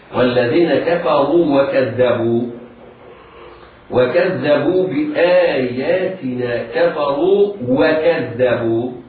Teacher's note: الراء في كلمة كفروا راء مضمومة، حكمها التفخيم. فالراء المتحركة تفخم إذا كانت مفتوحة أو مضمومة.